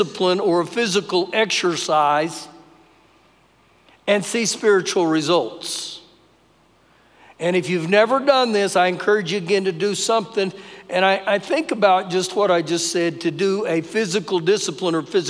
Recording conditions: large echoing room